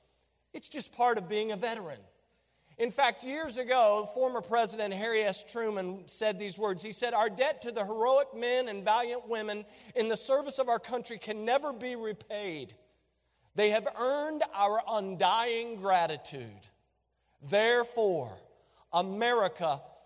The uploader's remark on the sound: During a special Veterans Day Service